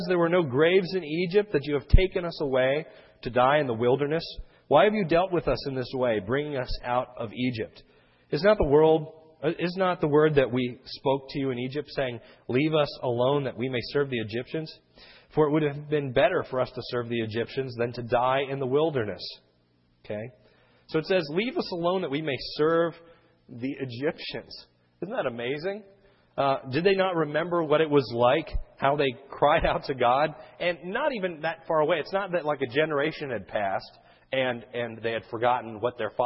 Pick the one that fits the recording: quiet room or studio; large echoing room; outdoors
large echoing room